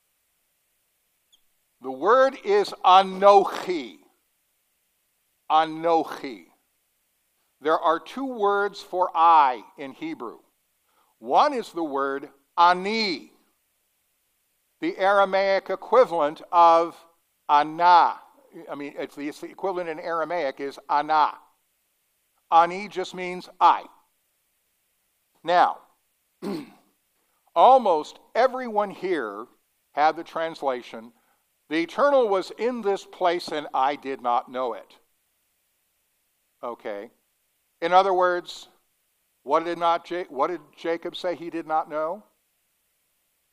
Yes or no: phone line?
no